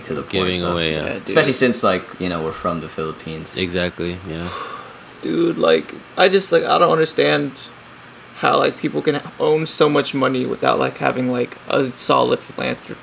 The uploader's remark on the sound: pardon the fan noise